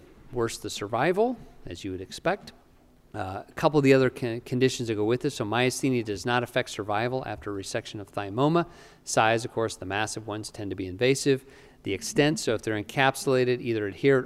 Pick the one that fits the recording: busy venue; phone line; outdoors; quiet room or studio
busy venue